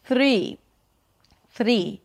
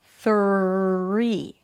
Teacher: You're flapping your tongue against the upper palate instead of pulling it down and in for a pure R. · Shown in: second take · Three. And again, visualize your tongue coming down and in, hold out the R, and then continue with the word. · IPA: θɹiː